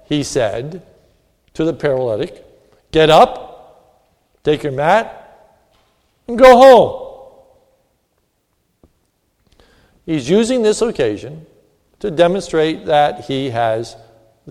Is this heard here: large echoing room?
yes